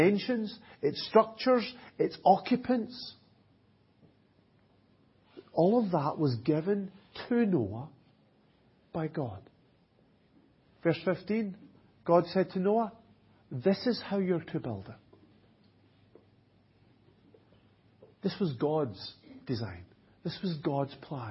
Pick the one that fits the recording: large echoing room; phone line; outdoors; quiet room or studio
large echoing room